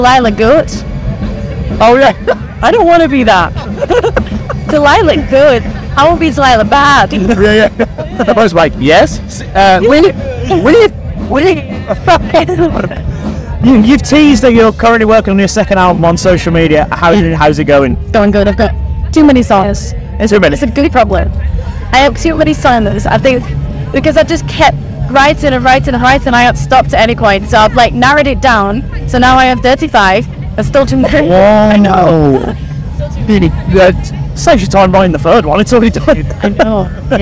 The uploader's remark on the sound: From our 'Live from 2000 Trees 2023' series.